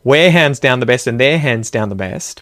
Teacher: Because there's no vowel sound after the word are, which is contracted onto those pronouns, the R isn't pronounced. · Term: Australian R